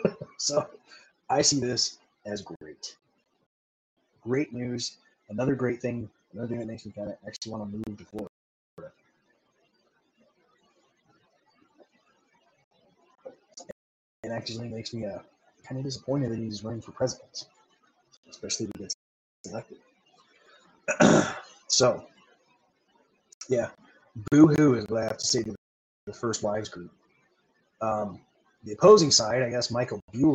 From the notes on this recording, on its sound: APOLOGIES FOR AUDIO QUALITY, TRIED DOING THE SHOW WITH MY BLUETOOTH HEADPHONES/MIC